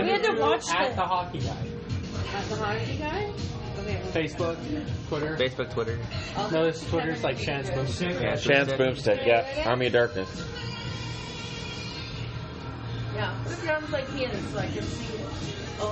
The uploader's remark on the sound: Just turned on my phone and hit record at Red Robin.